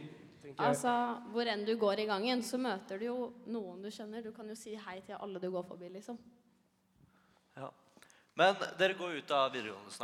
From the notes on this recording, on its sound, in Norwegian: Stabekk 100 år - live fra gymsalen. Stabekk vgs har 100 årsbursdag! Live fra gymsalen med gjester.